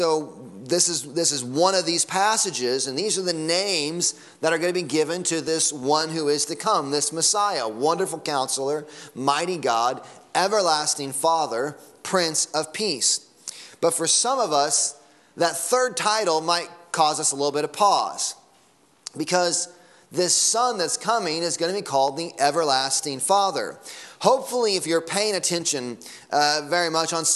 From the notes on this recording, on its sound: Sunday Morning Sermon Audio